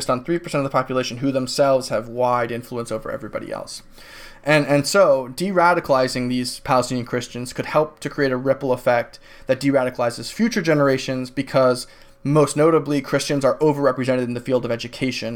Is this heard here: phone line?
no